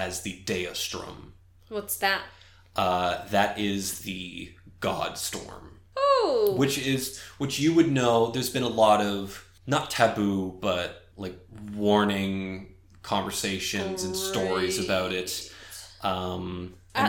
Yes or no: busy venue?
no